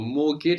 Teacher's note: we have that T that we don't pronounce in mortgage